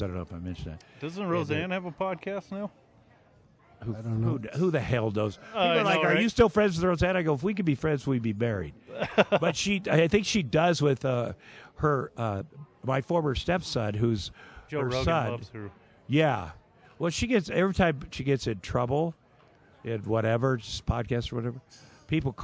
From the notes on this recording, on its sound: The Comix Zone had him cornered at The Wyoming Pop Culture Con 2023, and though it was a live stream.